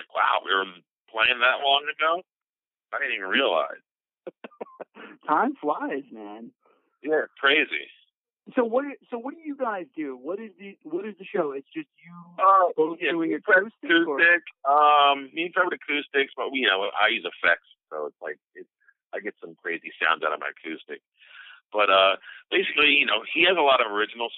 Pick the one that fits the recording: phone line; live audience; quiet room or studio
phone line